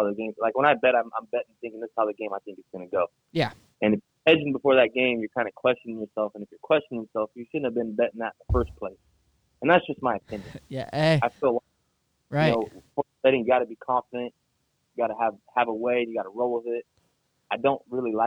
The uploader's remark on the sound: Joins the Show via Phone call